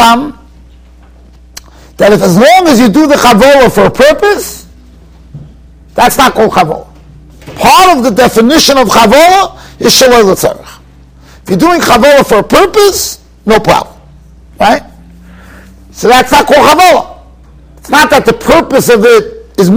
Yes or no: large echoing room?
yes